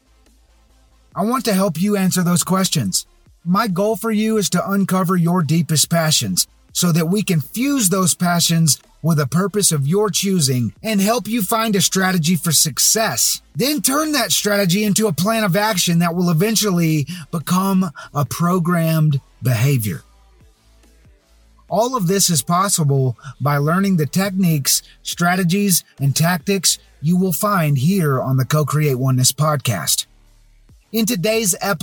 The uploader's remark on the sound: Most every episode has been created from my car using Adobe Audition.